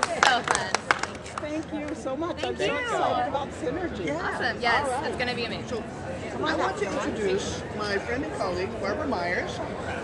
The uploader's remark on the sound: Chat with other attendees about this year&#8217;s General Assembly of Unitarian Universalists. Live from Spokane. Chat with other attendees about this year’s General Assembly of Unitarian Universalists.